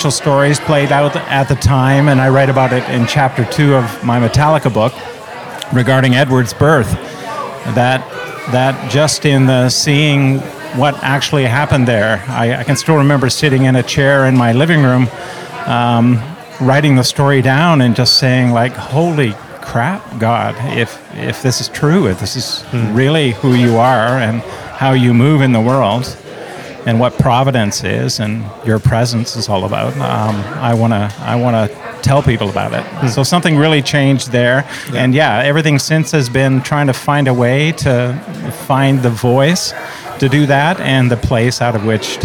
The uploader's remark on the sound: In a back room, surrounded by oak barrels and beer